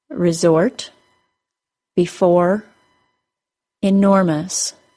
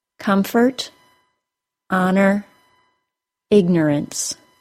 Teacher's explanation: when the OR spelling occurs on an unstressed syllable, the schwa plus R pronunciation is more common. · Shown in: second take · IPA: ɚ